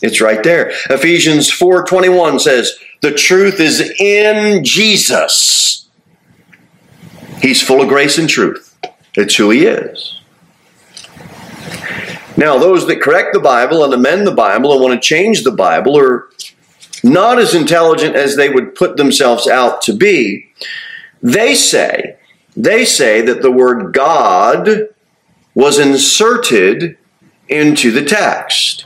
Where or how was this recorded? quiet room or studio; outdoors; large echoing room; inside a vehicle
large echoing room